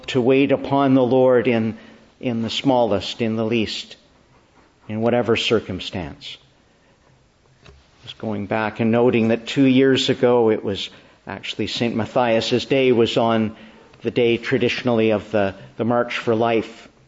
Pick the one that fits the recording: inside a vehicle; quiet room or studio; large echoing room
large echoing room